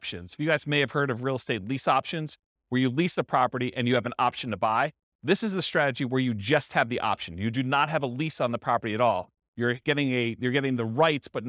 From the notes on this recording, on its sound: This was a live class recorded.